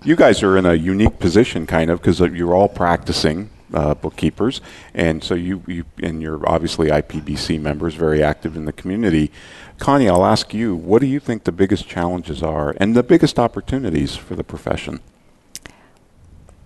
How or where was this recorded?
busy venue